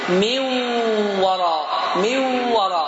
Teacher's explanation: n səsi itərək mindən vav hərfinə keçərək vav isə şəddəli oxunaraq səs burundan çıxacaq · Term: idğam